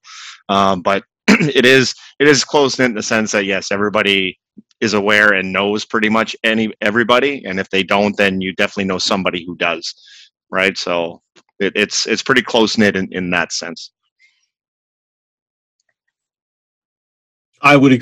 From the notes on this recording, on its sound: Recorded on Zoom